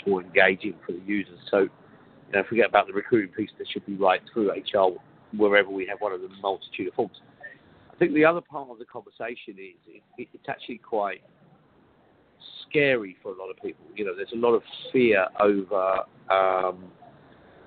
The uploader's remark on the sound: live from Smart Recruiters' Hiring Success Conference